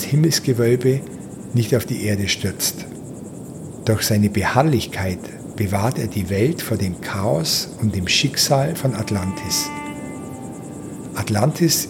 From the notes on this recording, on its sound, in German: Nach der Atemübung folgt eine 30-minütige Aufnahme vom Atlasgebirge am Rande der Westsahara.